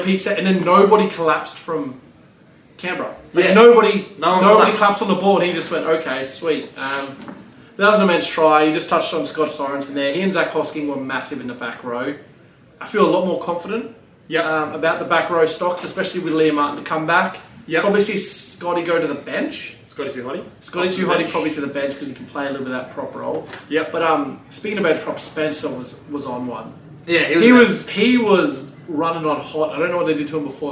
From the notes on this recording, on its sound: Audio sucks.